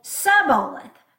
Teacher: Obviously, I, as an American, am also not pronouncing this word correctly, but the gist of it is that they told them to say Shibboleth, and then they would say Sibboleth without the sh. So it wasn't sh, it was just s.